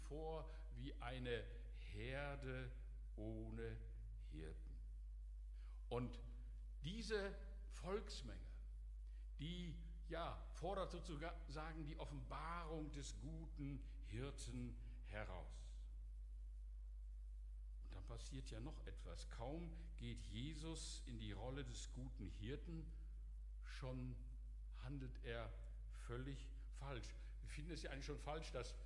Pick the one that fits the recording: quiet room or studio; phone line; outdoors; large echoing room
large echoing room